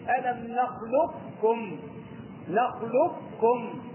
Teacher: يعني اللسان يرتفع الى الحنك الاعلى عند النطق بالقاف · Term: صفة الاستعلاء